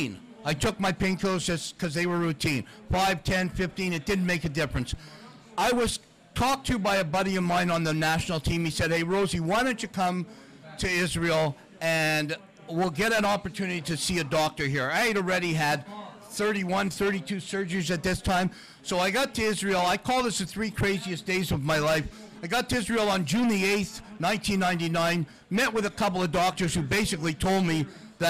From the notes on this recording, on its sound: Live taping at Bottomline Sports Bar.